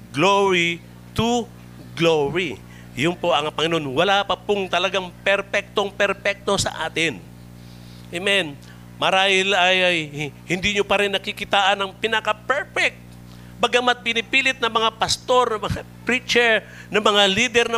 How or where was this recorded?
large echoing room